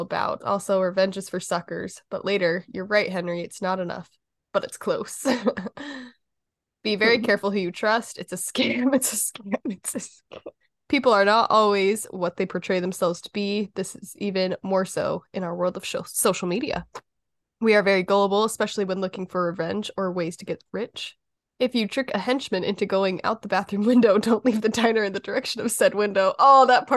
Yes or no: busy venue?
no